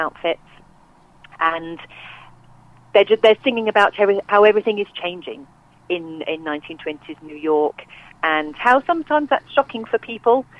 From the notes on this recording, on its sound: joined on the phone